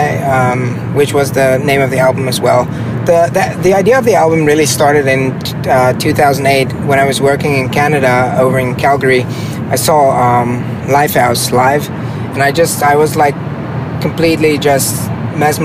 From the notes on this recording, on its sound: (in a car!). Trying to find a parking spot in New York!